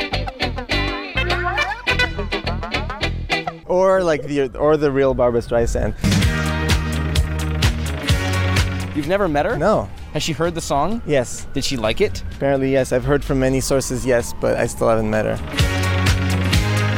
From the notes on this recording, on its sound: This interview was conducted in the alley behind the 930 Club, located in Washington, D.